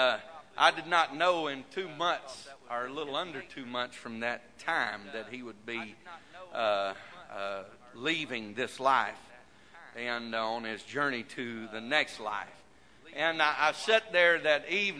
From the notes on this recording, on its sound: This message Broadcast Live from First Pentecostal Church of Silsbee, Texas.